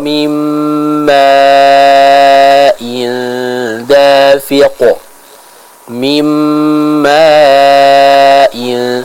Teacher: pada huruf mim yang kita harus baca panjang dengan 4-5 harokat · Term: Mad wajib al-muttasil